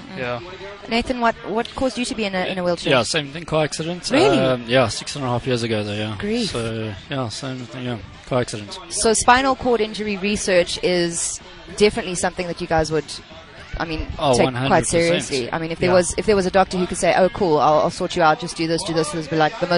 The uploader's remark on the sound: Live from the Wings for Life